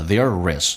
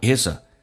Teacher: There 跟 is 叫 thereis，用二连， is 跟 a 叫 isa，三个单词用降调，速度很快，声音很小。 · Term: 连音